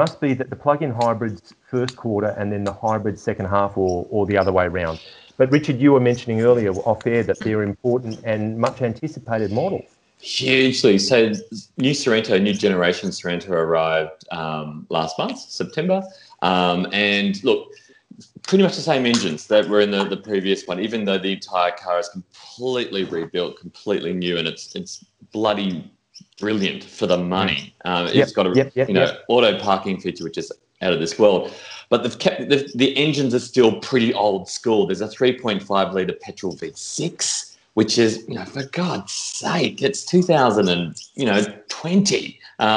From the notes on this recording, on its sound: gather in cyberspace